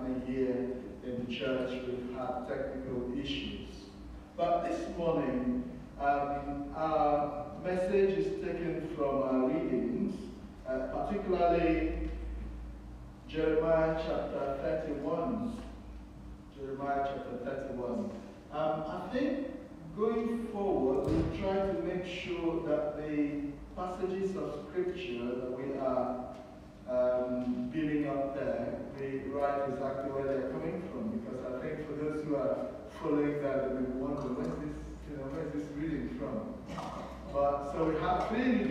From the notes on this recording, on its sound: We encountered major technical issues with our sound system during this broadcast. The scriptures were re-recorded after the service due to the sound system dropping out completely during that part of the service.